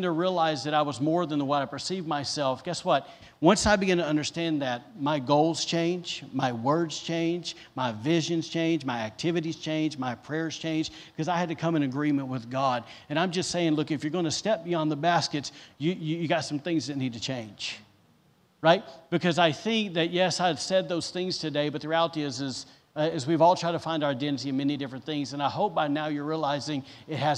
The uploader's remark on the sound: was recorded on Sunday, July 25th, 2021, during service at The Anchor Church in Rockport, Maine